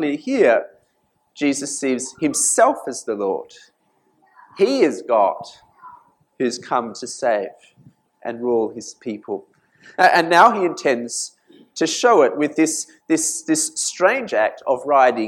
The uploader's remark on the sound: This sermon was preached at St Mary's Cathedral, KL on 6th January 2019.